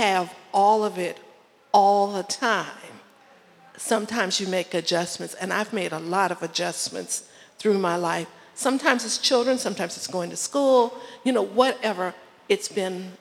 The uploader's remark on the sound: Q&A Discussion Circle w/the Imam. Answers questions from the congregation. The congregation also offers their own insights and solutions.